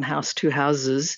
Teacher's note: turning, you know, an S into a Z in something like house, you know, one house, two houses, it doesn't make sense anymore in modern English.